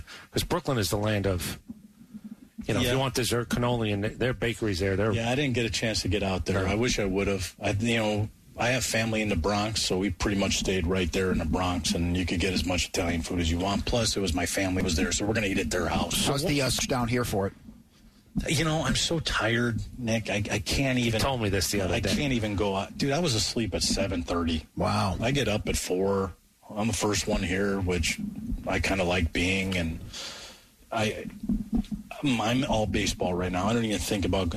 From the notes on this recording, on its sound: live from Atlanta Braves Spring Training